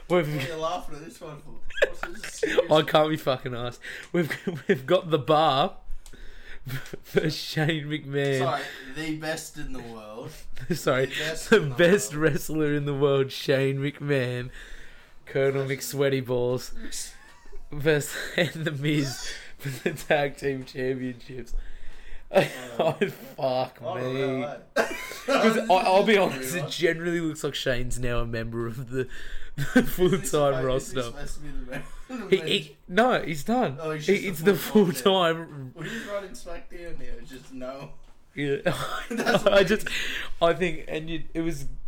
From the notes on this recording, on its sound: This is my first two mic set up so pls forgive me a little